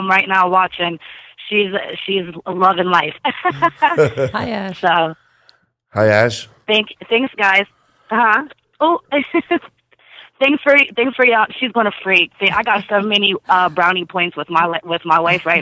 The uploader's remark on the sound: We're back doing our first call-in show in a long time. We take your calls for over an hour.